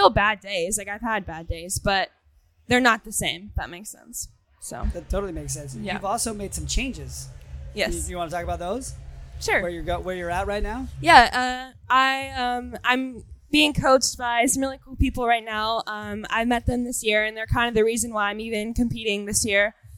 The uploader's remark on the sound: Live from Wodapalooza. We were down in Miami at Wodapalooza.